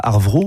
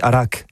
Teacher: Par exemple, le V disparaît. · Shown in: second take · Par exemple, on ne dit pas Arvro, on dit Arro.